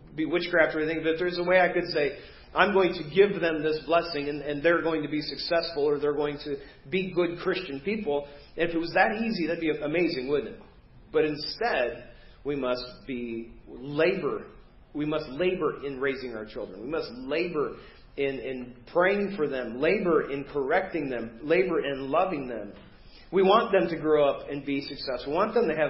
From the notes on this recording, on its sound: Preached at First Baptist Church of Hazel Park